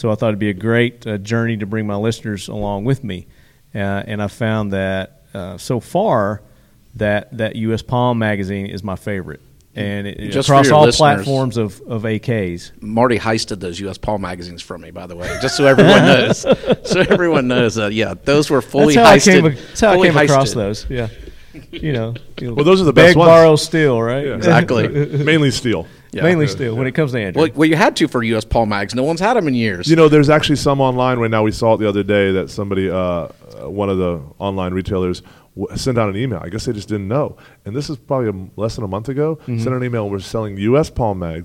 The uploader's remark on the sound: On location at Royal Range USA. On location at Royal Range USA.